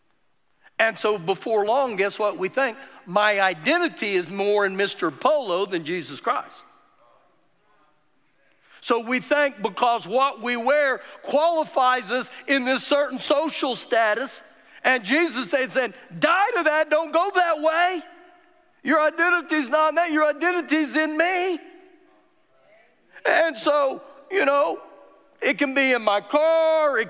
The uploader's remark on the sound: Recorded live during our Wednesday night service